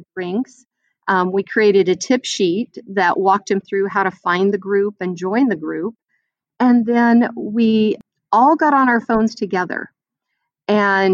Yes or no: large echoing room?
no